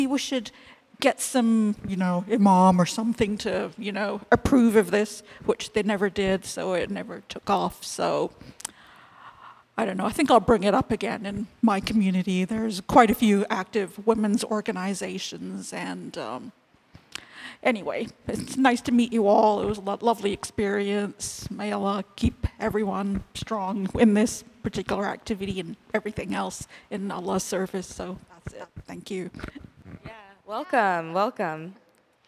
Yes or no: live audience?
yes